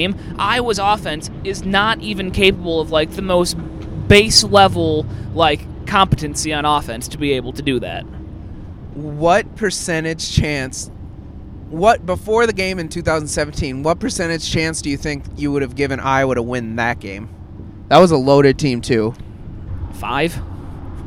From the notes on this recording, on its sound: We recorded live on the way to Columbus.